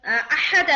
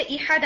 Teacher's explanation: आम कॉमन फतहा को चेंज कर देना कसरा या दम्मा के साथ · Shown in: second take · Term: लहन जली